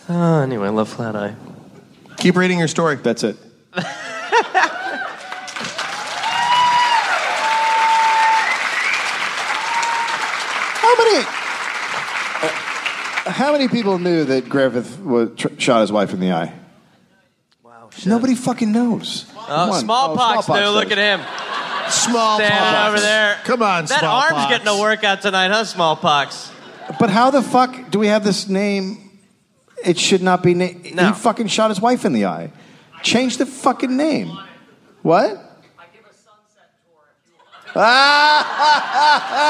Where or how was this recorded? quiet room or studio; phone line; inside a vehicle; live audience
live audience